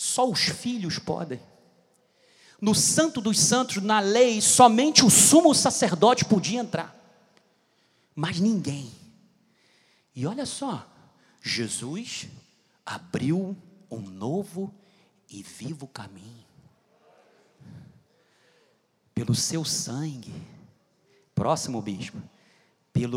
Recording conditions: large echoing room